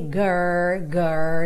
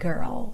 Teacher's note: Primeiro faz o R, girl, girl, depois põe o L, girl. Esse R, girl, é o R enrolado